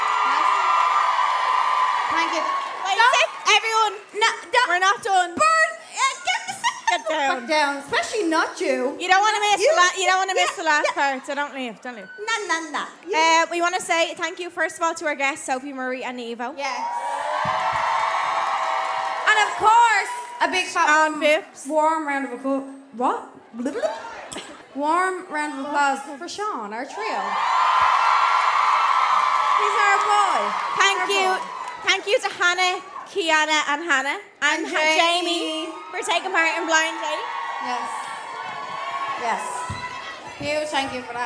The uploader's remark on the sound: Hold My Drink LIVE at Vicar Street: 4th April 2023